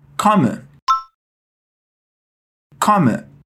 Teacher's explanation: Percebeu que esse O aí é bem aberto? Ó. Come.